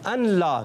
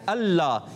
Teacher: یہ نون لام میں مل جائے گا · Shown in: second take